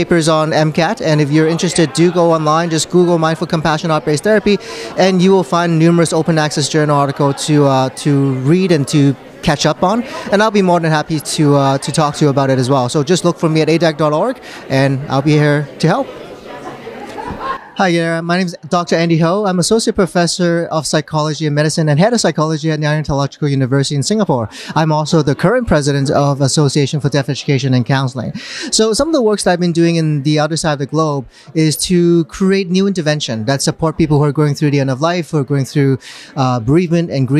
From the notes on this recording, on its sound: speaks at the 44th annual conference for the Association for Death Education and Counseling (ADEC)